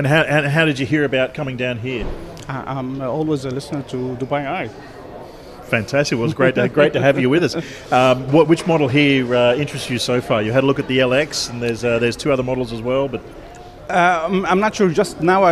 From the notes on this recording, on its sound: Broadcasts live from the freshly inaugurated Exeed showroom in Dubai, where Motor Mania fans gather eagerly for a hands-on experience with the carmaker's latest SUVs.